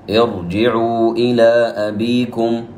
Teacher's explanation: تقرأ هذه الراء الساكنة التي سبقت بهمزة وصل مفخمة مطلقا. كل همزة وصل في القرآن بعدها حرف الراء فإنها تفخم.